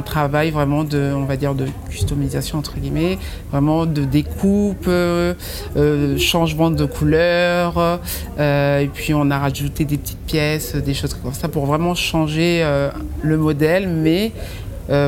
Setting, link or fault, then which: setting, busy venue